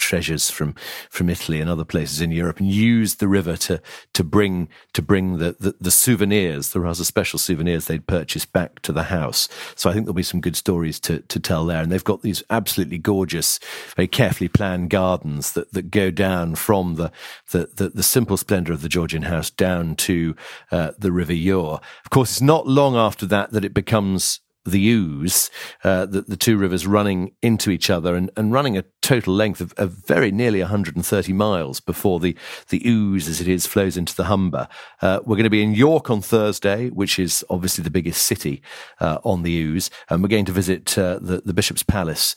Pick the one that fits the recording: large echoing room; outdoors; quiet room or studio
quiet room or studio